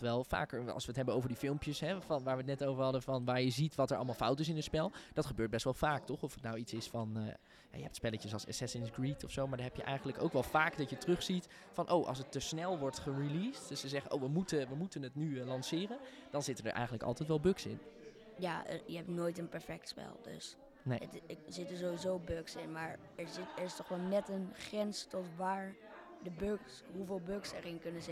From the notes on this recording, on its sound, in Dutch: Tijdens de Museumnacht 2022 met bezoekers en medewerkers van Beeld & Geluid Den Haag.